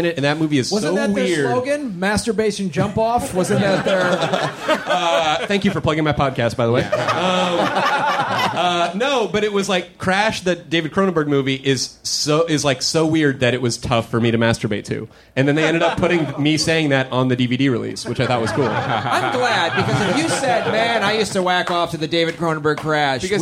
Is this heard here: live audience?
yes